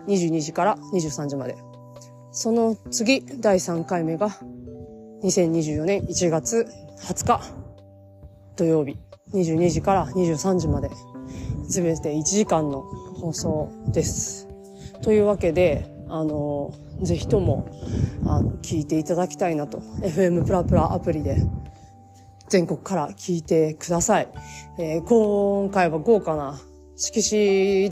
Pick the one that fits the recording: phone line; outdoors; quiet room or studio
outdoors